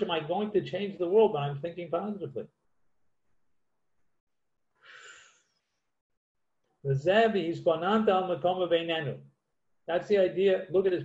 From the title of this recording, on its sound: Live on Zoom 7-6-2020